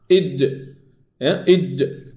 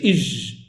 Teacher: الجيم هو تصادم اللسان مع الحنك الأعلى بقوة · Shown in: first take